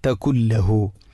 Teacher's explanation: നൂനിനെ ലാമിലേക്ക് മണിക്കാതെ കൂട്ടിലയിപ്പിക്കണം. അപ്പോൾ തകുല്ലഹു നൂനിൻ്റെ ശബ്ദം കേൾക്കാതെ തകുല്ലഹു. · Term: ഇദ്ഗാം ബിലാ ഗുന്ന